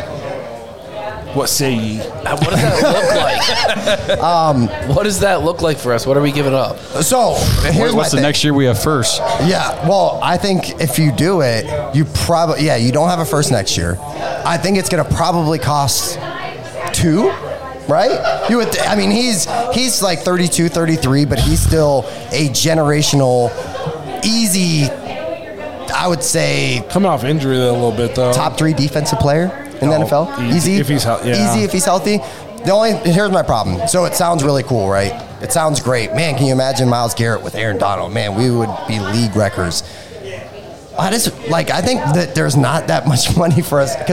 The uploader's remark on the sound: We record LIVE from Shenanigans Bar & Grill in Dover, Ohio with the Tuscarawas County Browns Backers.